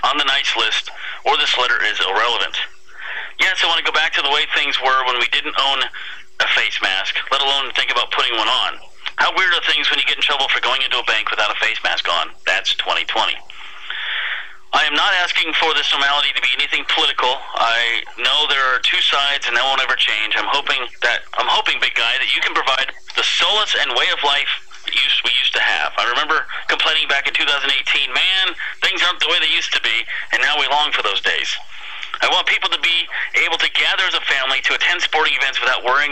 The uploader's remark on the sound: visits via the phone